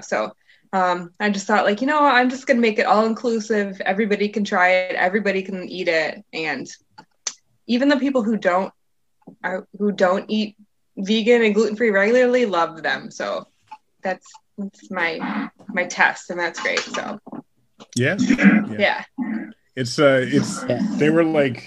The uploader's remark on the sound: Recorded Live on Zoom